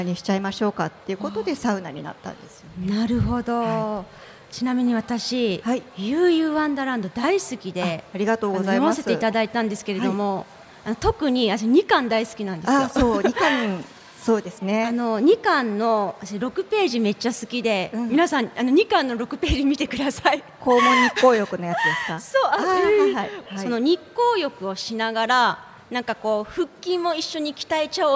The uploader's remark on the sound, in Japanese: スパメッツァおおたか 竜泉寺の湯」にて行われた番組初の公開録音イベントの様子をお届け！